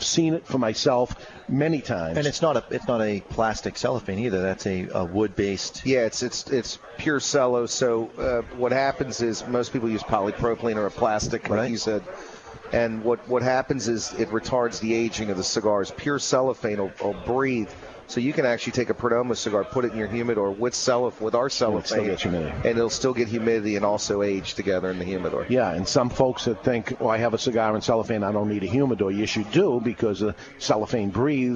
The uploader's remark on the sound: LIVE from Two Guys Smoke Shop in Salem NH.